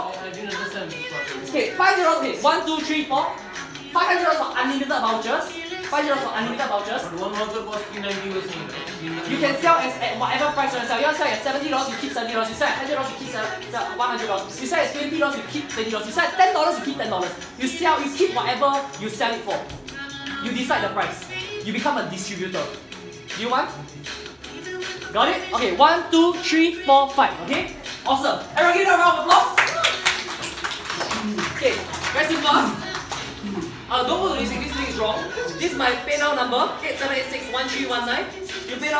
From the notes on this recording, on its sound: This was a pitch that I did in a coaching session to an audience of people